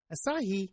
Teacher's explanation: Now, that's spelled A-C-A-I, but evidently pronounced A-S-A-I, with the emphasis on the last syllable